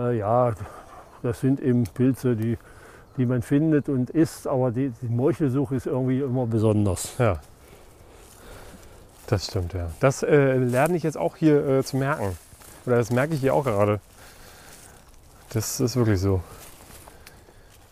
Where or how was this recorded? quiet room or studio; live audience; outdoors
outdoors